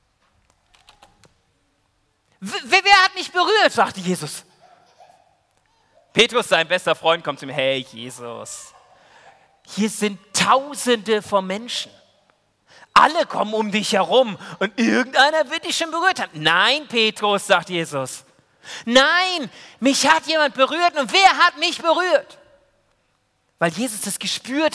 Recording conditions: large echoing room